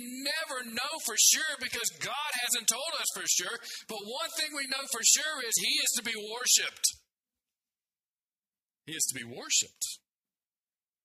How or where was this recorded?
large echoing room